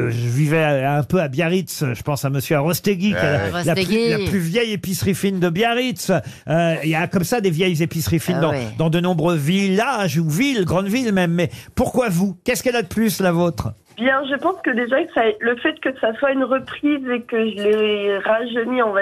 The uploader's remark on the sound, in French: était au téléphone des Grosses Têtes